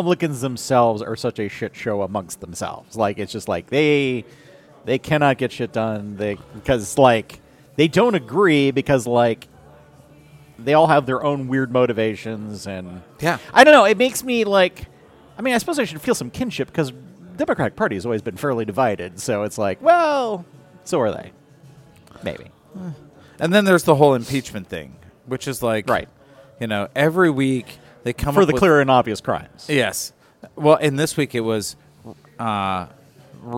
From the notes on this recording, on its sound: On this episode recorded at Begyle Brewing